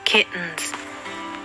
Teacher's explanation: T のあるはずのところをしゃっくりするような小さなツーを使って代用します。喉の奥の方で息を止める感じです。 · Term: グロッタル T